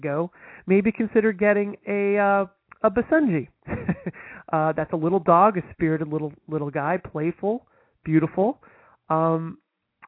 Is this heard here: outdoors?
no